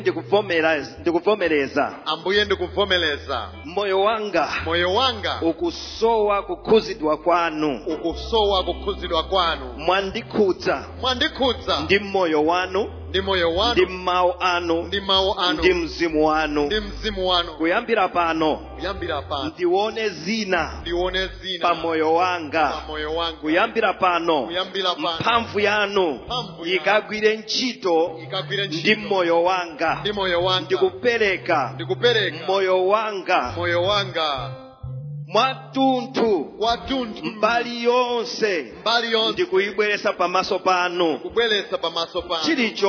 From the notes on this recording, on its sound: Preached During the Week of Jubilee at Word Alive Blantyre City Church